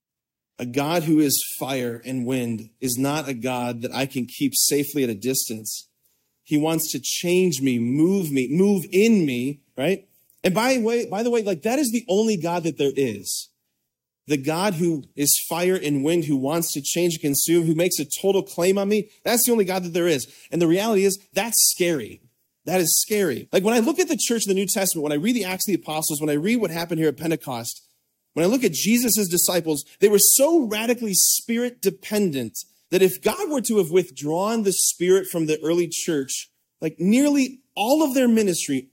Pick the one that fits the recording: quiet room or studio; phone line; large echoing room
large echoing room